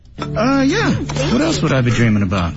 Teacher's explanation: 基本上是这个样子读的时候，yeah 降调，what else would I be dreaming about 啊，what else 有一个小的升调啊，往上走一点点，语调呢？就是比较缓啊，不是特别夸张啊，不是特别夸张。嗯，有几个连读的地方，那个 what else 要连读，嗯、对，它不是 whatelse，嗯，what else 啊，对，没有使用失去爆破，是的。然后 would Ibe， would Ibe，嗯，对，dreamingabout， dreamingabout，声调前面是叫、yeah 是降调，嗯，what else 声调 · Term: 降升降